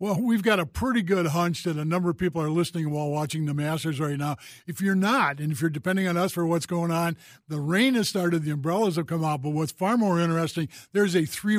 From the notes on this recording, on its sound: The trio takes phone calls and text and talk all sports.